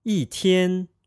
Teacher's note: On its own, 一 is pronounced with a first tone. If it is followed by a first, second, or third tone, 一 changes into a fourth tone.